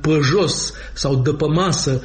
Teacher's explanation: În realitate, accentul bucureștean, cu toate acele ă-uri în loc de e